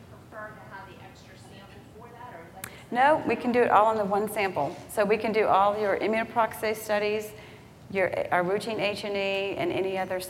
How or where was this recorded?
live audience